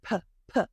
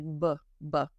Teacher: Make sure it's aspirated. If it's a B, it's going to sound like B, B. There's more of a vibration.